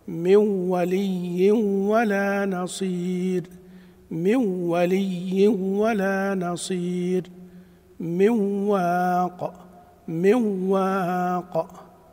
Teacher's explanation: الإدغام بغير غنة في الواو والياء لخلف